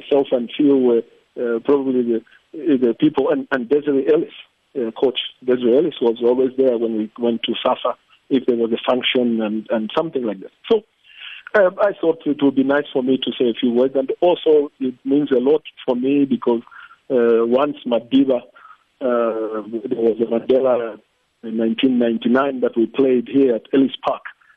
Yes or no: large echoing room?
no